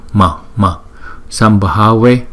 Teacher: Chữ Anuswara thì chúng ta đọc nguyên là chữ M, đọc là Sam, bởi vì kế tiếp là chữ Bh. Chữ Bh là đọc bằng môi, thì chữ M cũng phải đọc bằng môi.